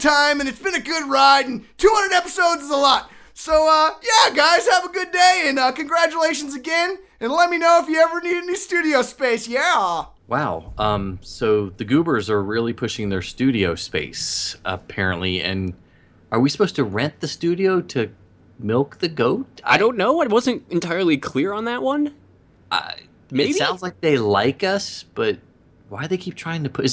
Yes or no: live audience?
no